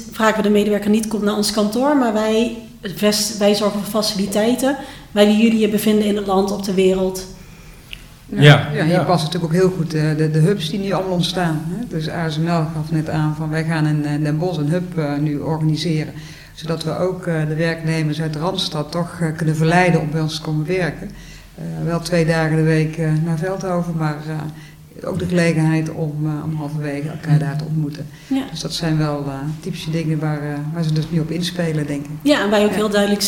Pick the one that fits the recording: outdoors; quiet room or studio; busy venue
busy venue